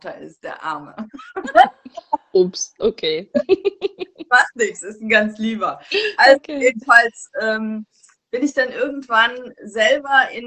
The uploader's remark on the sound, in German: die ich auf live auf Instagram geführt habe